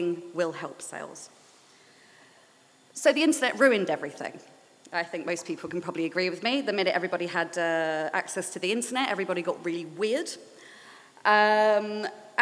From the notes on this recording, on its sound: recorded at Wiper and True’s Old Market taproom last week